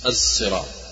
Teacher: الصراط ليس الصراط وليس الزراط زاي وليس الصراط خالصا، وإنما كأن خلط الصاد بالزاي طلع لنا حرف جديد الصراط. هذه ما يسمونه الإشمام، وهي لا تؤخذ إلا بالتلقي من المشايخ.